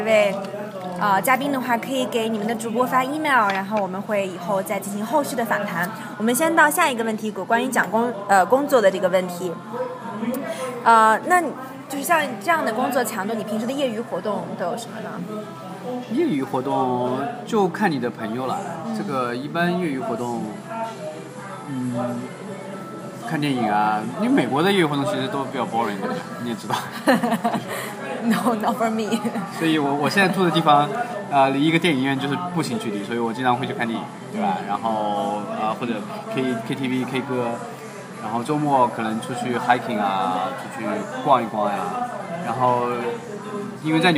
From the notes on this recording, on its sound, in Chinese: 本期节目音质不太理想。在纽约的某个小酒吧里边吃边聊的。